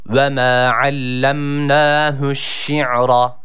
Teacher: ra harfimiz yine burada kalın okunması gerekiyor a sesiyle